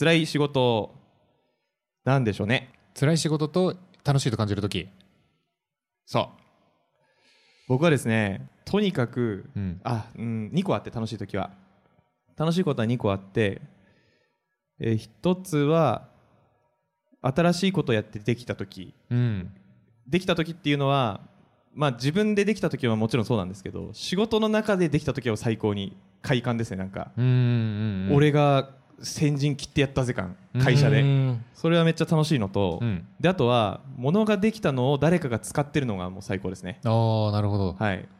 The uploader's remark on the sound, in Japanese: 200回記念の公開収録です！当日の様子をなるべくお届けできるように、BGMなし、カット少なめでお送りします。イベント当日はLT会と公開収録、懇親会と大盛り上がりし本当にありがとうございました。